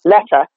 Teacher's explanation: in an upper class accent, they'd make it a T with the tip of the tongue, letter, we're going to maybe make it with the glottal, which is the back of the tongue, stopping the sound, letter.